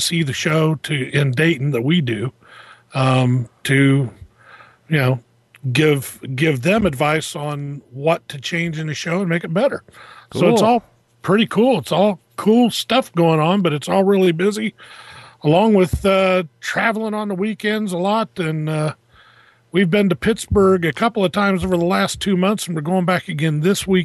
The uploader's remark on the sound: A mobile podcast for the first 2 segments. While driving around Traverse City running errands.